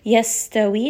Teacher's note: sin has safir, so it's going to have a little bit of a whistling sound